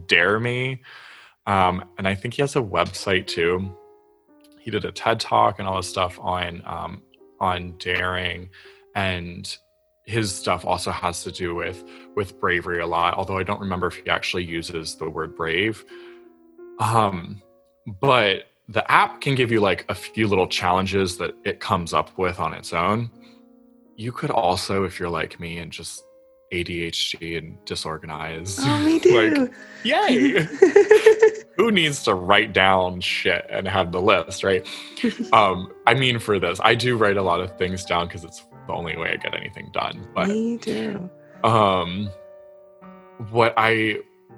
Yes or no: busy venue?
no